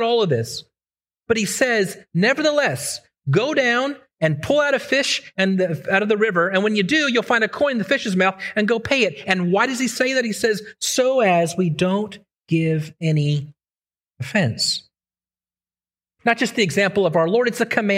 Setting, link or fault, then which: setting, large echoing room